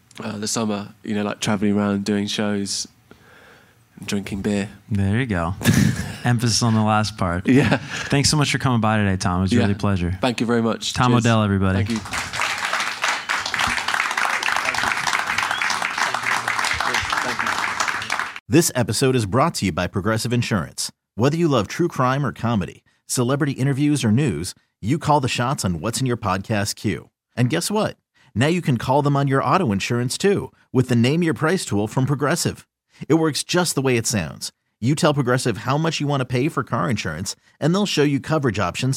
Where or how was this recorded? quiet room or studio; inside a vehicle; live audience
live audience